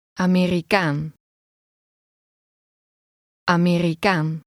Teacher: Note that the stress is on the last part of the word.